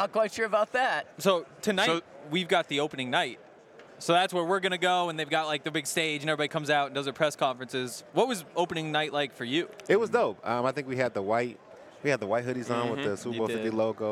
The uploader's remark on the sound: LIVE FROM SUPER BOWL 58 RADIO ROW. An ALLCITY Network Production.